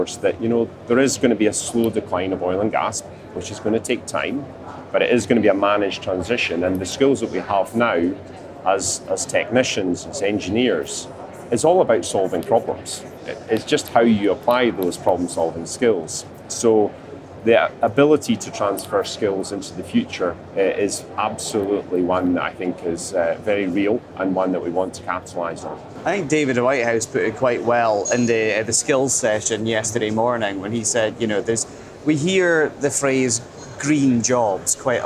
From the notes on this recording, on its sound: joins us on the show floor for day three of the Offshore Europe Conference